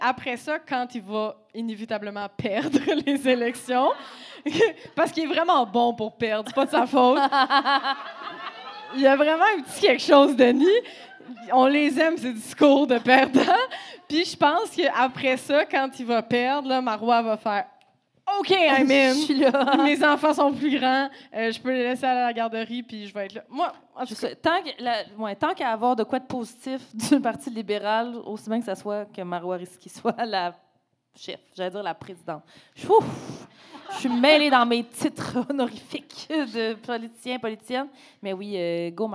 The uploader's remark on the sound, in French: Enregistré devant public à La Cale - Pub Zéro Déchet à Montréal.